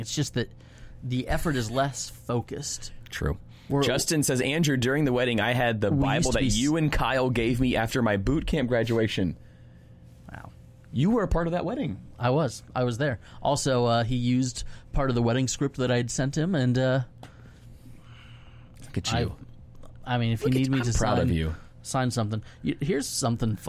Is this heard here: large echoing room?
no